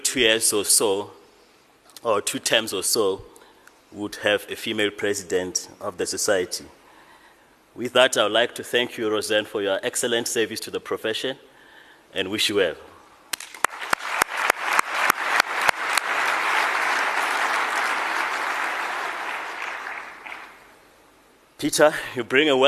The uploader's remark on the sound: Actuarial Society 2016 Convention held in Sandton.